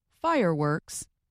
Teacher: when I say the word fireworks, I put greater loudness on fire. If I put the stress on works, it changes the meaning and would confuse the listener. · Term: first syllable stress